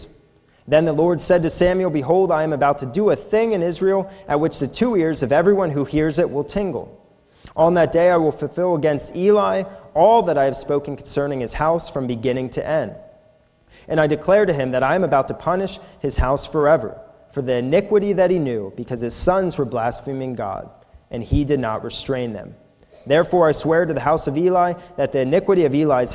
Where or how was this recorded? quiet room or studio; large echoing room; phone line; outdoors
large echoing room